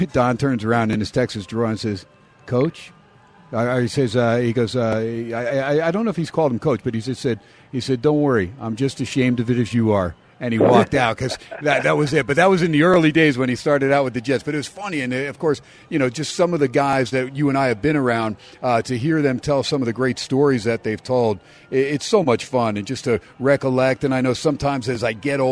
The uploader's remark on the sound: "Live" from Steiner's Pub in Las Vegas